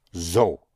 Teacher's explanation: the S in the beginning of a word has a sound of a Z, of a Z. So.